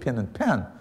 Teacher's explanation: in African-American English, like in many southern dialects, pin and pen are often pronounced the same. Okay, there's what they call a merger.